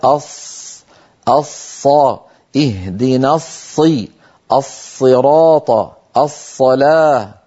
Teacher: كيف أن رأس اللسان قد توضع على الصفحة الداخلية للثنيتين السفليين، على الصفحة الداخلية بل وفي أسفلها. لذلك نرى على اللوحة أن مخرج الصاد من منتهى طرف اللسان، وإن شئت فقل رأس اللسان، لك أن تقول رأس اللسان ولك أن تقول منتهى طرف اللسان مع أسفل الصفحة الداخلية للثنايا السفلى.